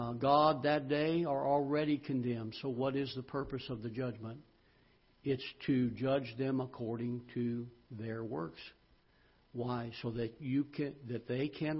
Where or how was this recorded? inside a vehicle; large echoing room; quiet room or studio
large echoing room